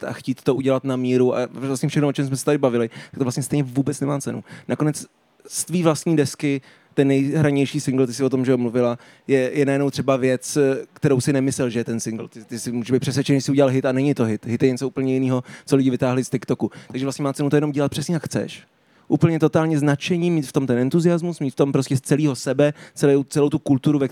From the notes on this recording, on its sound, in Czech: na stage festivalu United Islands